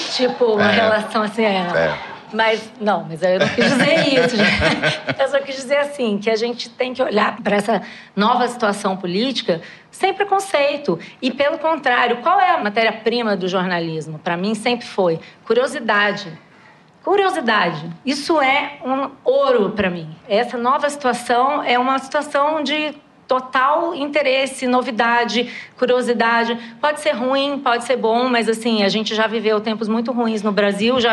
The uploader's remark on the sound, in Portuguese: Ao vivo no Festival